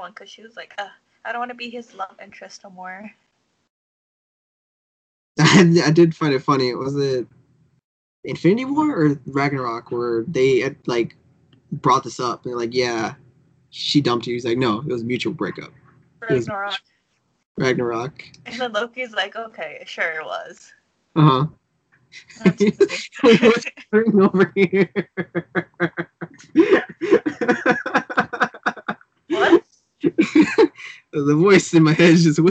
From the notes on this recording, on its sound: Sorry for the shitty audio!